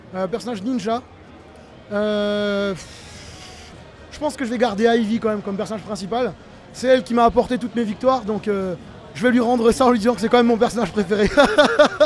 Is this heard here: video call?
no